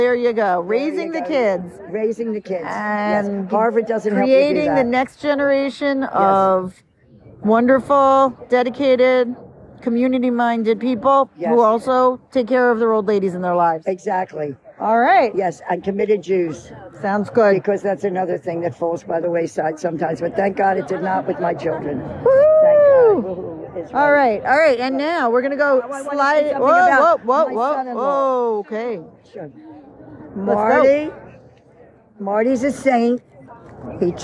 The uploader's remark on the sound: As we sit on the steps of Widener Library. MommashLIVE from Harvard Commencement. LIVE unedited wisdom.